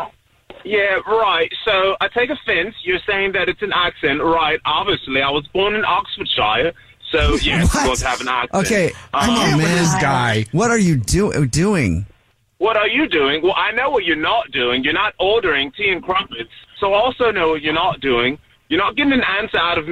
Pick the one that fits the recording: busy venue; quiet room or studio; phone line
phone line